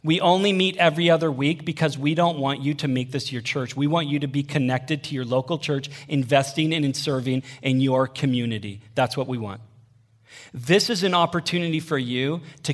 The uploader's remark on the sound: Sermon audio from Northview Young Adults.